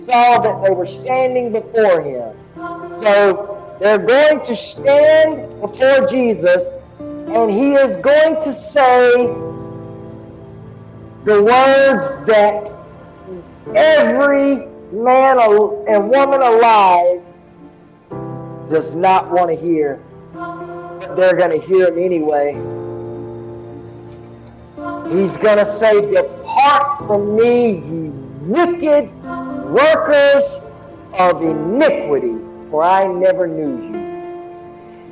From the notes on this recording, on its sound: This is the sermon that I preached this morning Sunday February the 13th 2022